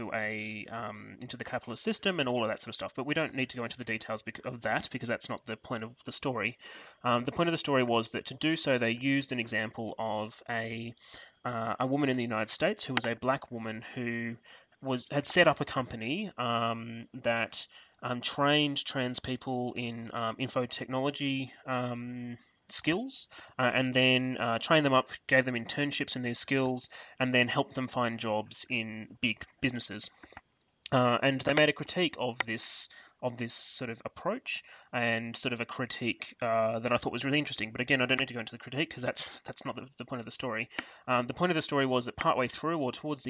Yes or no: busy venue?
no